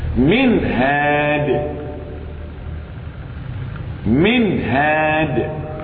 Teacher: إظهار حلقي لوقوع الهاء بعد النون الساكنة